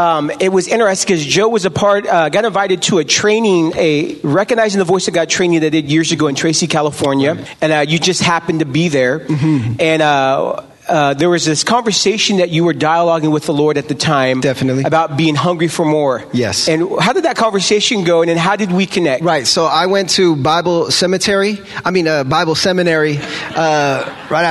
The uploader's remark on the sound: Live recordings at this year's RISE conference at the Mission Church in Vacaville, Ca. Live at RISE 2019.